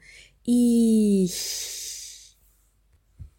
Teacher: Ihr könnt auch, bevor ihr das CH1 artikuliert, ein langes I aussprechen und dann im Laufe der Zeit nur noch Luft kommen lassen